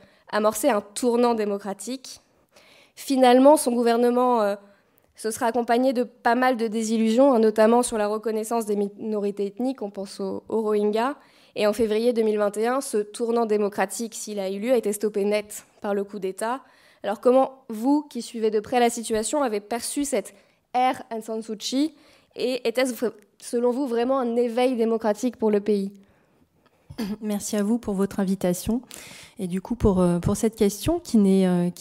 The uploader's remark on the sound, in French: Conférence enregistrée le 31 mai 2023.